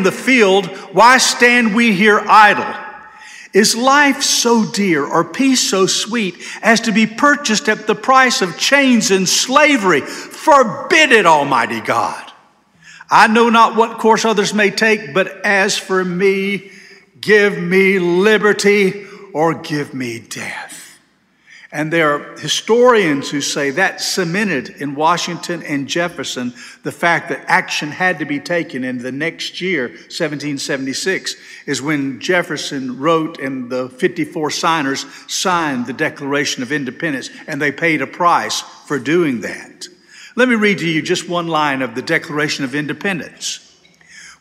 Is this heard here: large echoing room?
yes